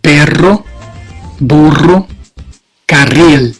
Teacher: Cuando es doble, R también es fuerte y vibrante.